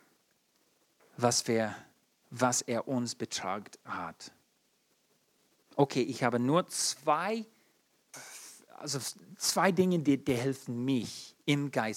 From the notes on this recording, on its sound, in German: in der Gemeinde Kaleo Schopfheim aufgenommen